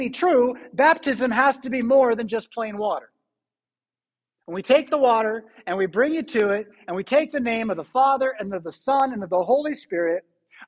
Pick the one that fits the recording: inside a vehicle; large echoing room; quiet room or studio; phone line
large echoing room